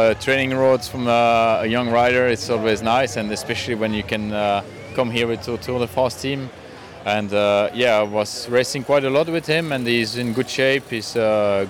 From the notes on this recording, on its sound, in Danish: Den store Tour-optakt optaget i forbindelse med holdpræsentationen i Tivoli.